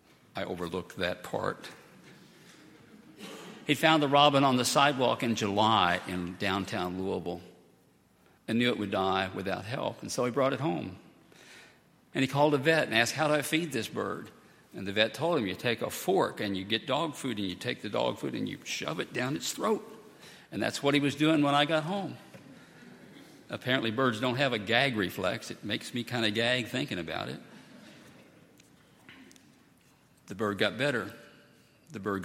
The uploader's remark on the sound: at Highland Baptist Church